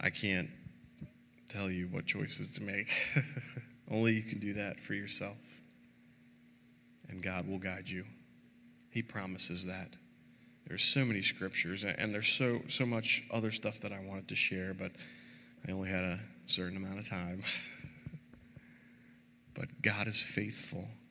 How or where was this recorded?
large echoing room